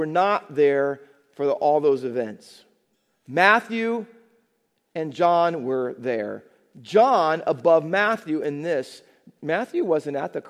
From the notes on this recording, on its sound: Faith Baptist Church in Hamilton, NJ.